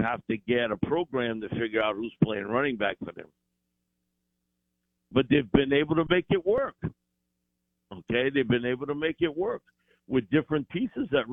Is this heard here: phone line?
yes